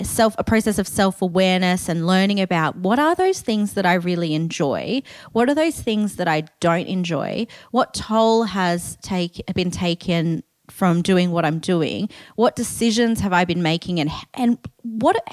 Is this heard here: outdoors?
no